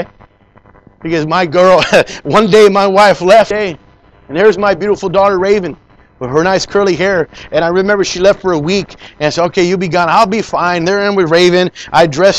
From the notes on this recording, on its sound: Preached in Leon Valley Church San Antonio,TX